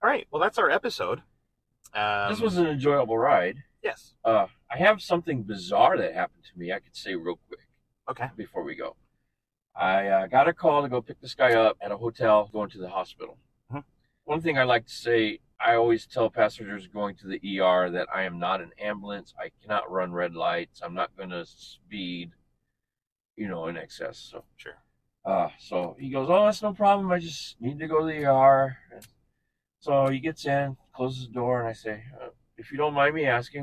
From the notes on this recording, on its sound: the candid audio of an actual taxi ride